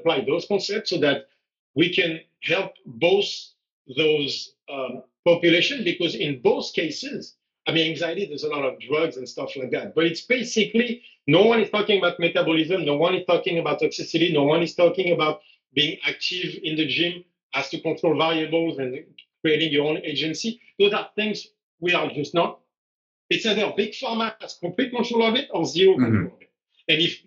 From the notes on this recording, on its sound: It's not the cleanest audio, but don't forget that we're on two different continents and still making this happen!